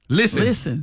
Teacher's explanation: You don't hit no T in listen.